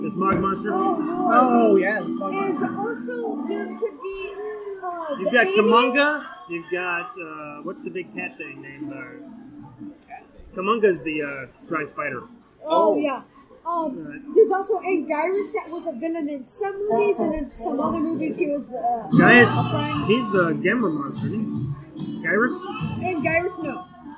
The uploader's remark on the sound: The discussion was recorded at a local Bar and grill, so we have to let you know that while the discussion is great, the background noise is loud.